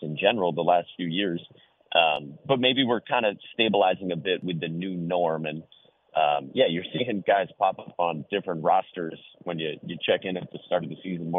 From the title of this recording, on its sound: Calls in Live